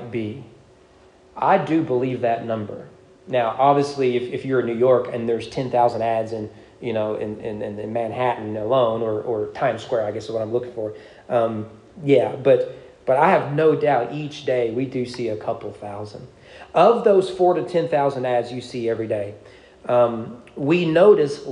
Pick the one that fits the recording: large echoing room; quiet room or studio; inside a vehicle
large echoing room